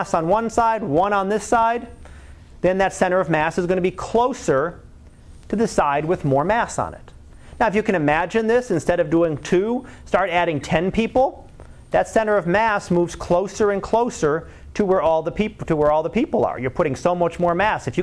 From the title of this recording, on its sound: Live Class Lecture